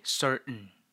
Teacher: All right, you can pronounce it as certain or certain. Some Americans say certain. They skip the T.